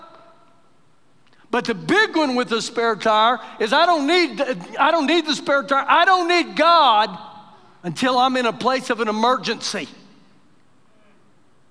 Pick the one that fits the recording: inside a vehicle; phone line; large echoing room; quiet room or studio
large echoing room